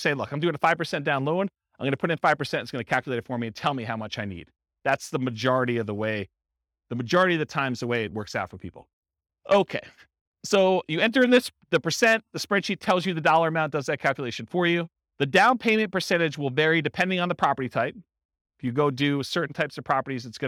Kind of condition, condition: setting, live audience